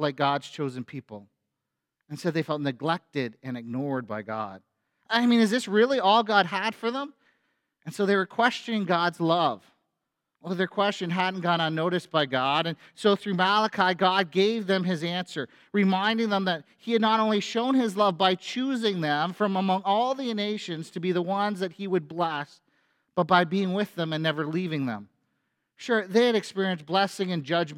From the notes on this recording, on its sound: A sermon at FBC Church in Cobourg,